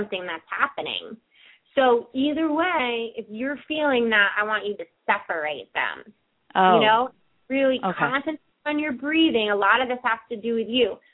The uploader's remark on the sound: open up the lines for listeners to call